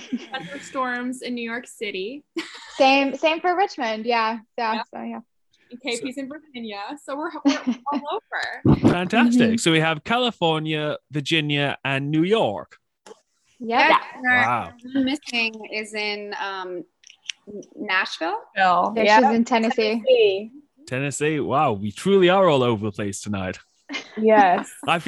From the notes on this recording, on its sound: Joined me for a 1am zoom call and we had such a good time that I didn't want to edit it up. Instead I am bringing you the complete, uncut interview with myself and the cast.